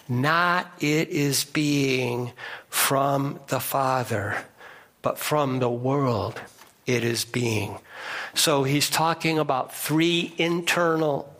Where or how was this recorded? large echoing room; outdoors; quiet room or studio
large echoing room